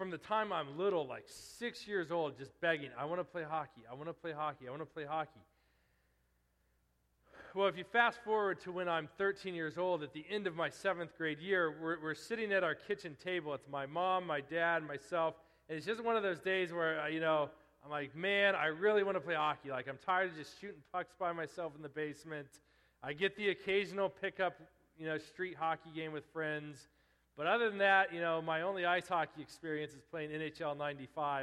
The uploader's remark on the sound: Preached at Restoration Road Church on July, 15, 2017.